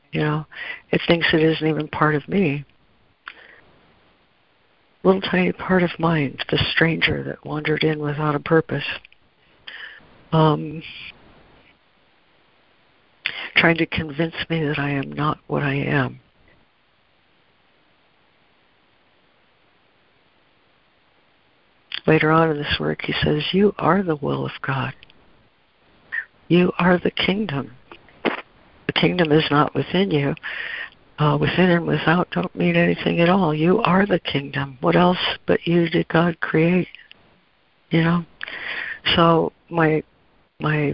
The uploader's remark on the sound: ACIM Daily Conference Call